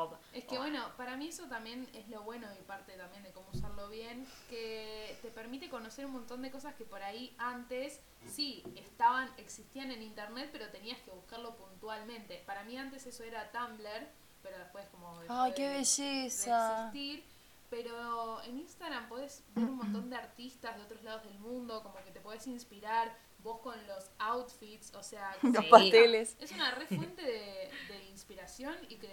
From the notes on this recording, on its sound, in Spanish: Un debate tranqui en casa sobre las redes sociales. El audio siempre es una porquería.